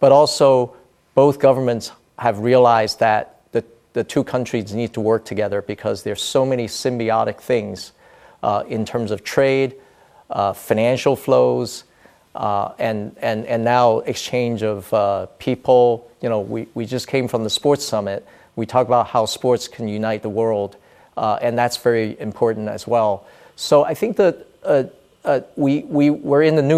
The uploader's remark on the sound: We are live at the Mobile World Congress in Barcelona.